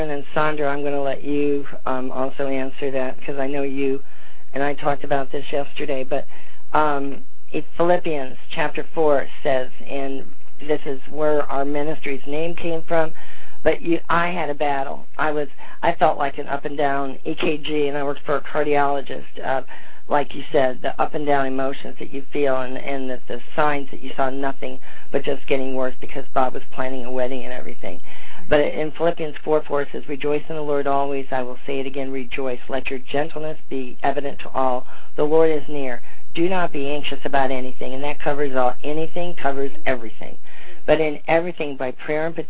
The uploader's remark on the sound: FEBRUARY 13, 2011 CONFERENCE CALL